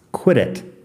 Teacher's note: Fíjate que no estoy haciendo pausa entre las dos palabras